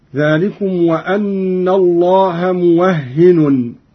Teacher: قرأ قالون بفتح الواو وتشديد الهاء وتنوين النون هكذا: ذلكم وأن الله موهن، وكيد بالنصب هكذا: ذلكم وأن الله موهن كيد الكافرين.